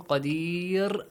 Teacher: قدير actually changes to سكون. قدير Ra has a light sound